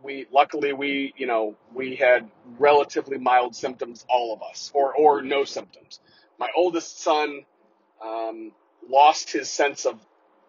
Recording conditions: poor sound quality